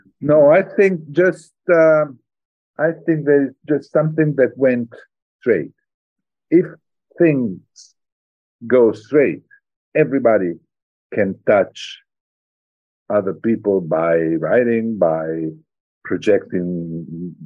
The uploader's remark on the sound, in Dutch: Ik sprak hem via videocall in Toscane waar hij op vakantie was, vrij vertaald 'in het hol van Pluto'.